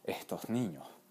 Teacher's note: se pronuncia no como S, sino como H cuando queda al final de una sílaba o al final de una frase